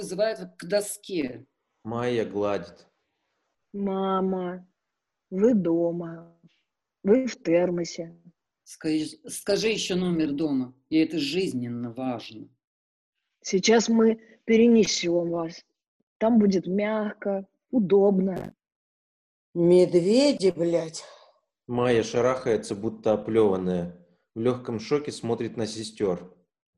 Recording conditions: video call